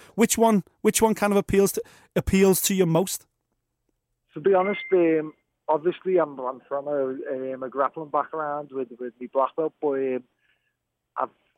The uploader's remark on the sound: Go live to New York City. Joins us on the phone from Sweden.